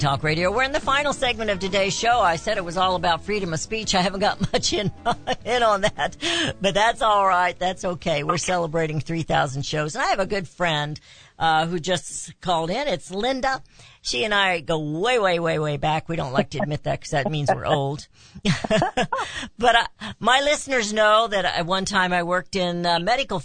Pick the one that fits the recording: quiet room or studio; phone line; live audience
phone line